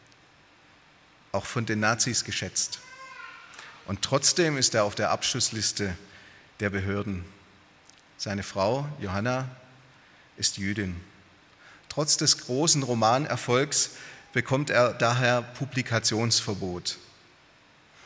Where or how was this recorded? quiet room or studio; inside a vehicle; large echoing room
large echoing room